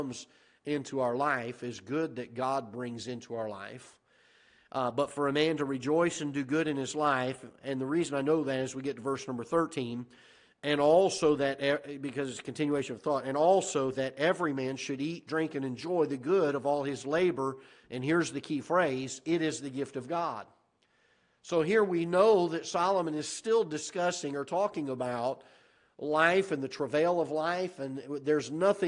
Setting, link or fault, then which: setting, large echoing room